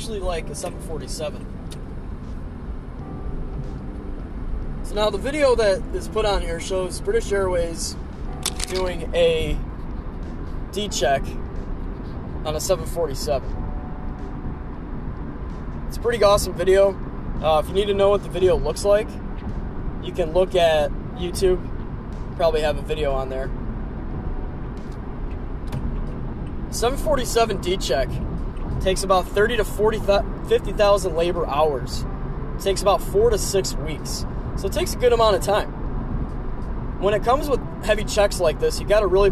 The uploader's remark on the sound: I'm in the car again